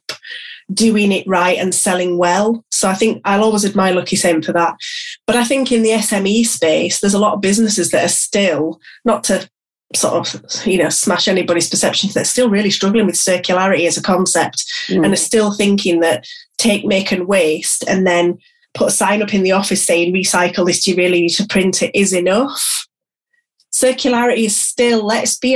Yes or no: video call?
yes